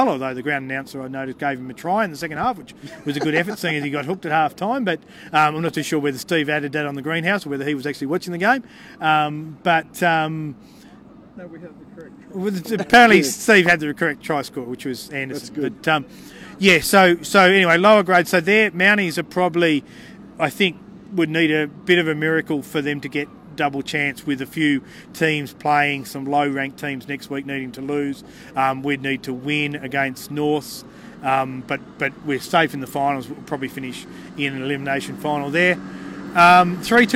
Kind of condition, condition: setting, busy venue